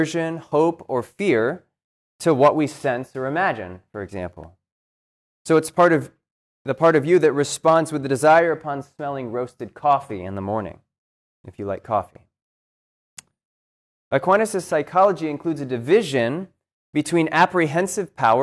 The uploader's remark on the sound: This lecture was given on March 7th, 2023, at Cornell University